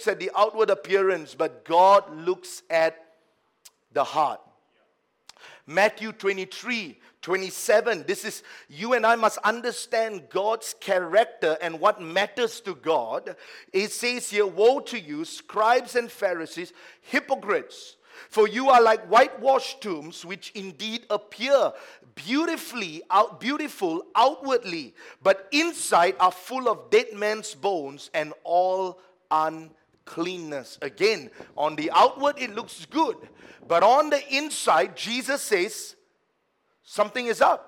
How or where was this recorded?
large echoing room